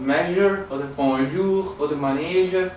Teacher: J, das spricht sich wie ein Sch aus, aber stimmhaft.